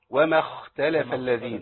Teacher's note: لازم يبين صوت الخاء، يبقى اي ساكن عندي لازم يبان